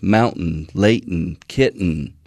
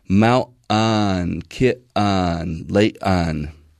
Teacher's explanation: What people are commenting on and calling T-dropping is actually an oral release where the air comes out your mouth instead of out of your nose · Shown in: second take